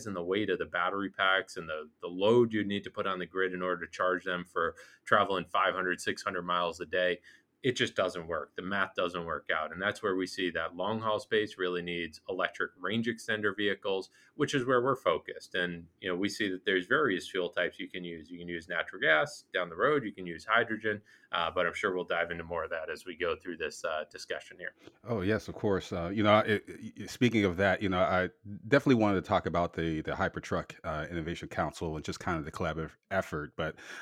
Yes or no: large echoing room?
no